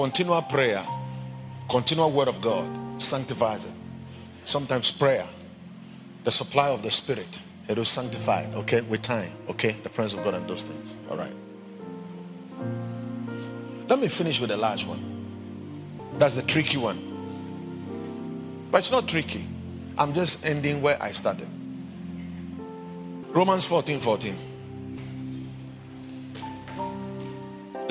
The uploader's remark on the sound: Preached at the Watered Garden Church